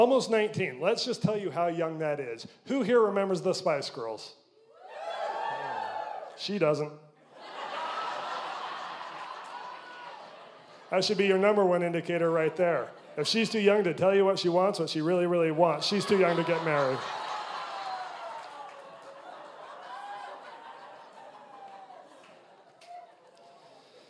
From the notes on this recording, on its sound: Recorded live at The Electric Theater in St George Utah.